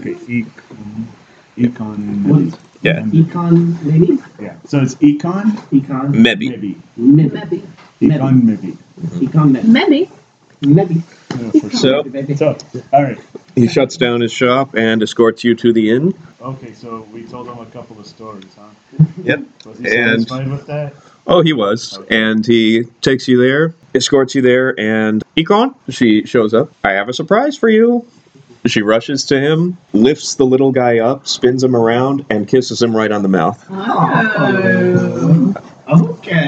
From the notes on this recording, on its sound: Apologies for the sound quality on these next couple episodes; I had the microphone on directional instead of surround setting.